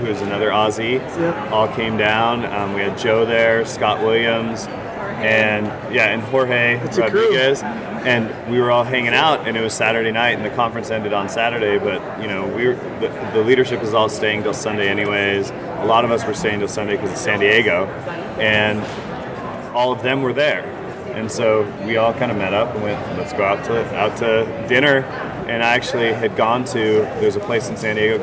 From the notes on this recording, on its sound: Live From #SHAPENashville. Live broadcasts from the exhibit hall at #SHAPENashville.